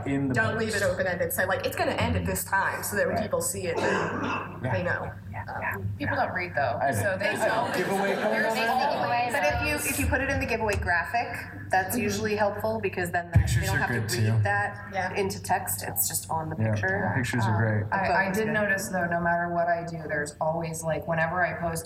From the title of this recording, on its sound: PAX Unplugged Panel